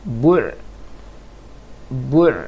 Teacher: Berarti langsung disambung bu ke ain. Bu'. Jangan baca bu', berarti panjang bunyinya nanti.